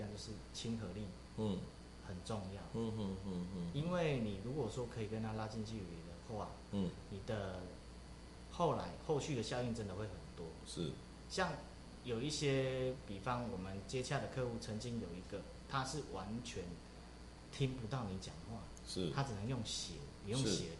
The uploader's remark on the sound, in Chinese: 公會直播。本集收音不是太理想....敬請見諒!